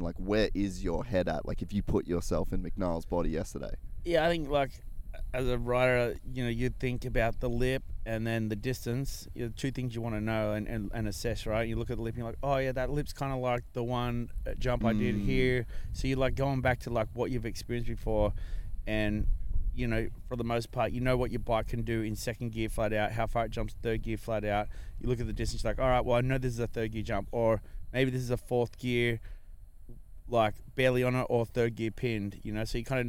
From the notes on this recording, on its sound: We were lucky enough to be invited to Red Bull Imagination to record a podcast and witness what is becoming one of the marquee two wheel events each year. We travelled from California to Kansas to cover this epic event and as usual the E3 Ranch didn't disappoint.